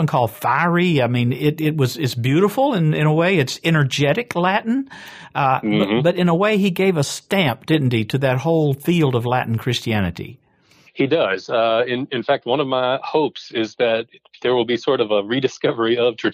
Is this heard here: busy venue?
no